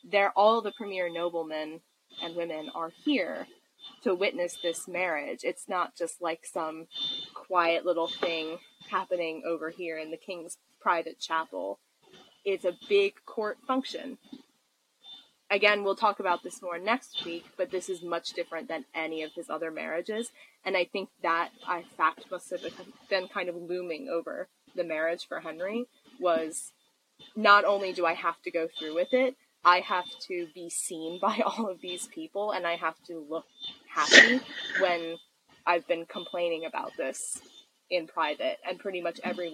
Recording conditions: poor sound quality